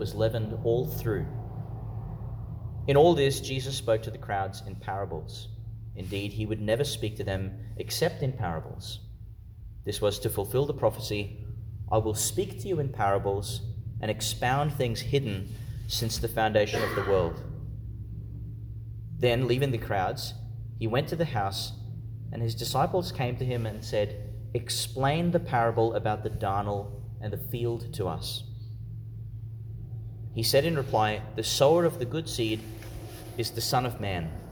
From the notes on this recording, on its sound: Homily for the Sixteenth Sunday in Ordinary Time, delivered in St Agnes Church, Agnes Waters, Qld.